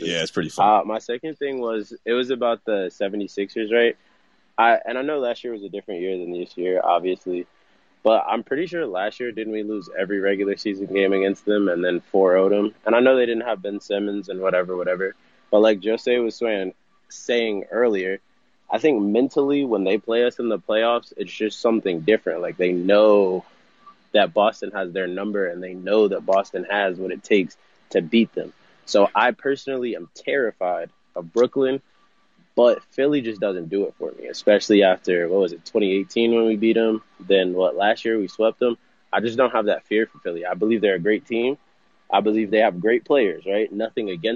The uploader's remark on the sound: LIVE from the TD Garden.